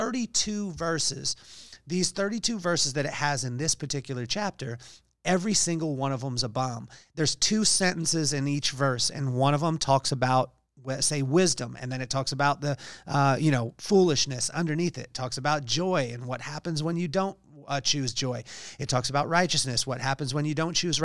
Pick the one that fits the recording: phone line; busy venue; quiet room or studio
quiet room or studio